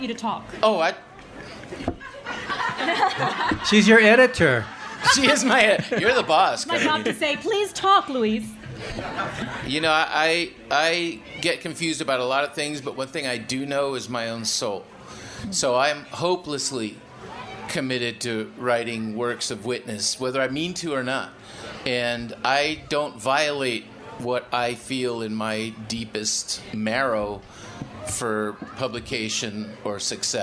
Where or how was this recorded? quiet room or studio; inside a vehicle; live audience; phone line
live audience